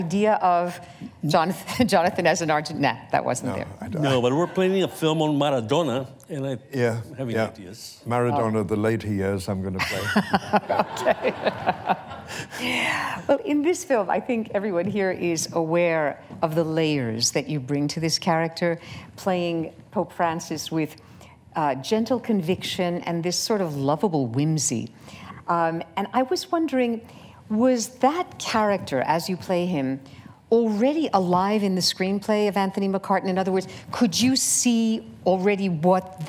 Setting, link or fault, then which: setting, live audience